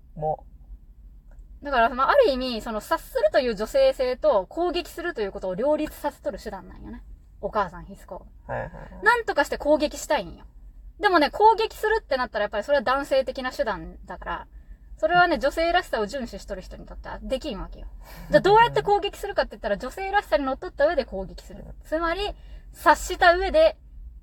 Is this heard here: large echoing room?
no